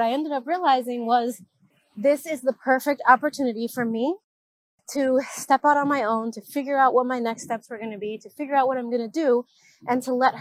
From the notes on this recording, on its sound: I'm just walking to my car, and I thought I'd check this out, and see if I can walk and go live at the same time.